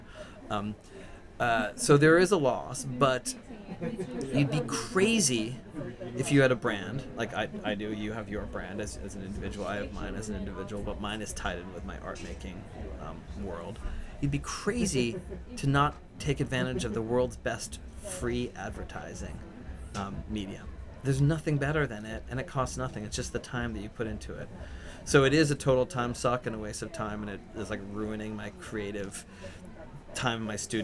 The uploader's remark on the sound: Recorded live at 5 Carlos Place at Frieze LA.